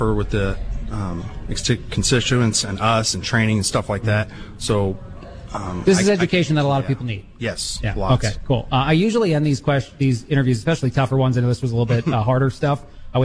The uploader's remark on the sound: Live from the 2nd annual T.A.M.R.A. Conference. Broadcast live with many of those involved in the 2nd annual Threat Assessment Mitigation and Response Association Conference.